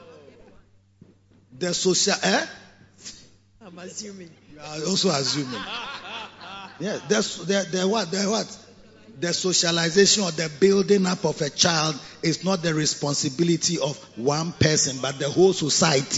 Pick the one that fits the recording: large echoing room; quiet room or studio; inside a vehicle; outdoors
large echoing room